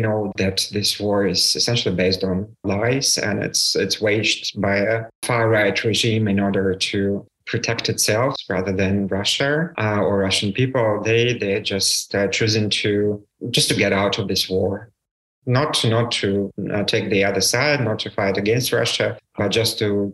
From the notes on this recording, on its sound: This episode was recorded on October 6th, 2022 via Zoom.